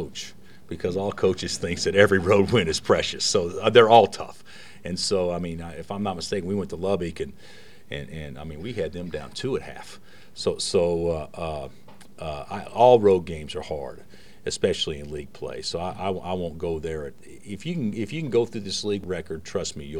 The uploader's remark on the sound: Press Conferences & Post-Game Interviews